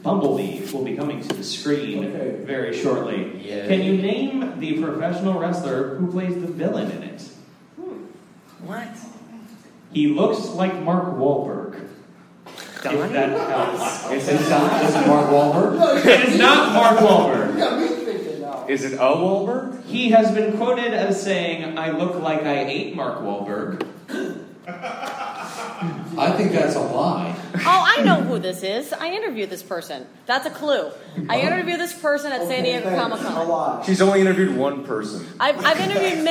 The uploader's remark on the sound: ADULTish LIVE! AT THE PIT! AFTER THE NYCC! New York Comic Con shut its doors at the Javitz Center but at The Peoples Improv Theatre the party kept bumping with The ADULTish Podcast's first live show.